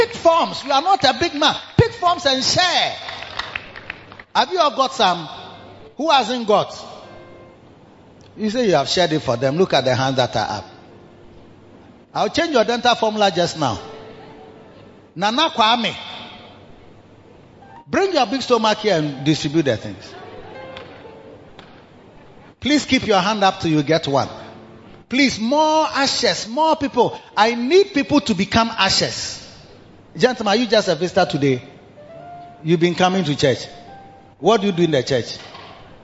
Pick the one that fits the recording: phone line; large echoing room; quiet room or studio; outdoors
large echoing room